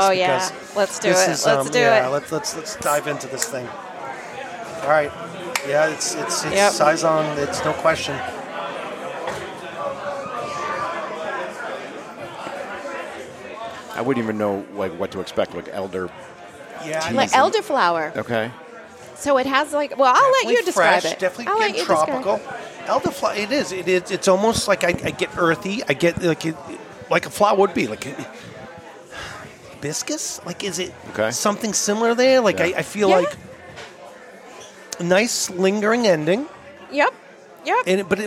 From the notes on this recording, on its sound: At the Culture on Tap Festival